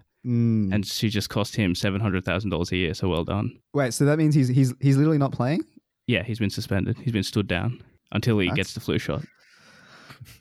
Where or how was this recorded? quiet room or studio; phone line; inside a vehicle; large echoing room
quiet room or studio